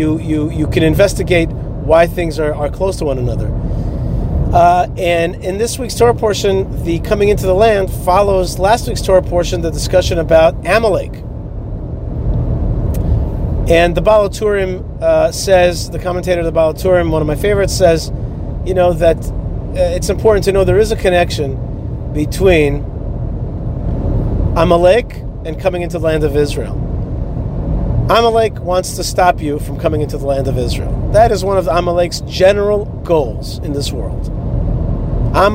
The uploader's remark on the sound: is driving down the highway in Florida